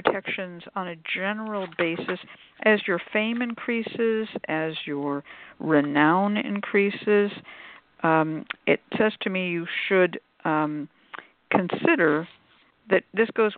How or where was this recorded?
phone line